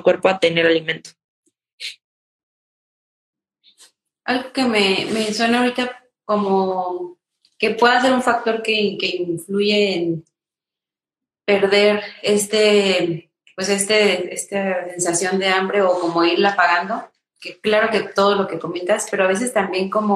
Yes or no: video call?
yes